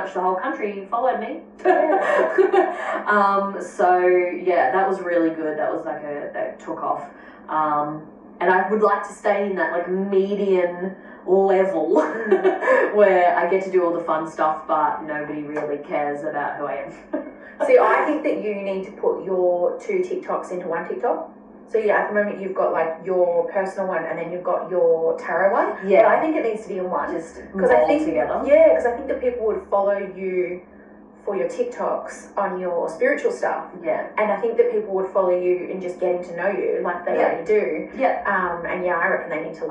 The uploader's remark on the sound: Sorry about the echo, its super annoying however i have fixed the issues.